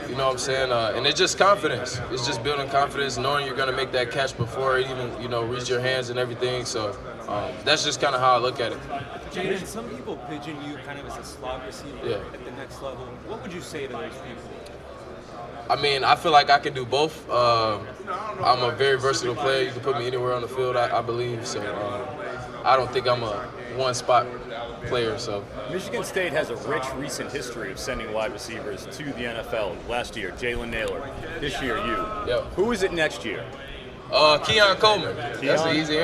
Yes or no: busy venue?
yes